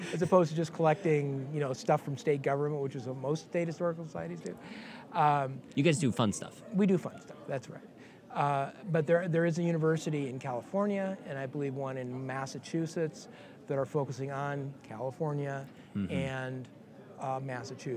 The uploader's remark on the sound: We recorded this conversation at the 2018 MOSES Conference, so there will be more background noise.